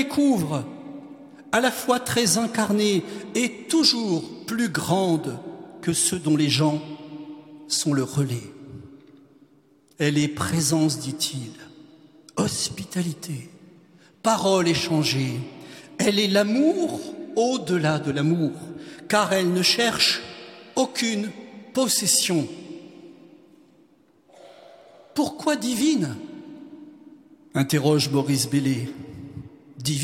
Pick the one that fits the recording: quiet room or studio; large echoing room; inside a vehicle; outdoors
large echoing room